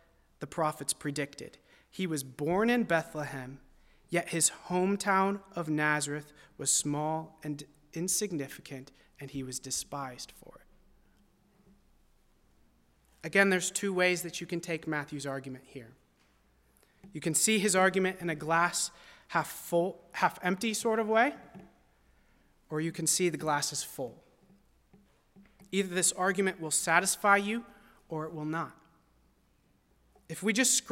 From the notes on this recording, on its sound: at First Baptist Church in Delphi, Indiana.